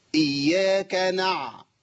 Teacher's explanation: يعني اظهر الجهر، انقطاع النفس في العين · Term: بعبعه